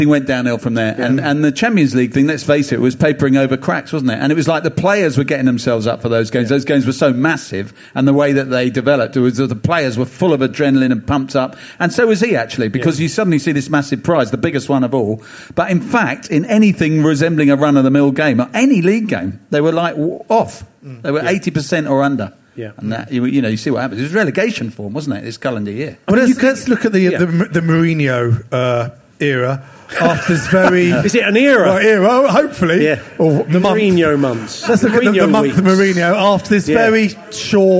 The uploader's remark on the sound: LIVE from The 100 Club in Londons West end!